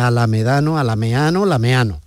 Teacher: la pérdida de la consonante D cuando está entre vocales, la D intervocálica. Y esa pérdida también de la A inicial.